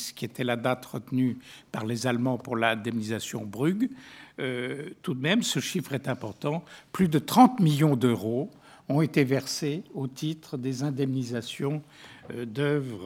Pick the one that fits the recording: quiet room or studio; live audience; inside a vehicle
live audience